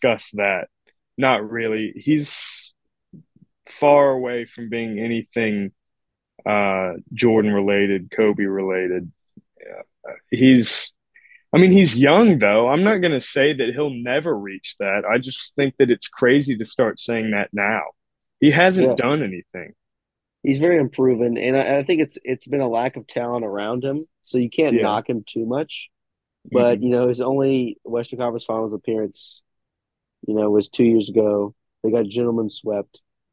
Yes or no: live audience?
no